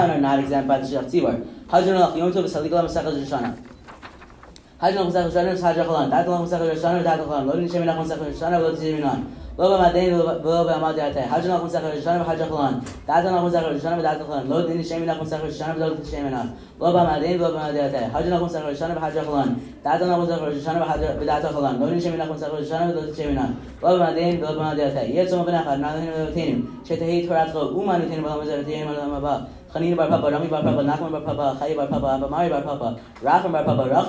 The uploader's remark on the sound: Live from Yeshivat Noam! Everyday during lunch the students have this incredible opportunity to spend their lunch learning daf yomi.